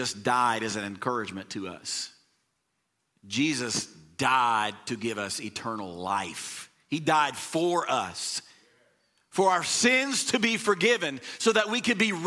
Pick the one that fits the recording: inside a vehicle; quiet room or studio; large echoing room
large echoing room